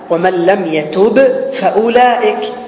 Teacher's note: اتفق الباء مع الفاء في المخرج · Term: المتجانسان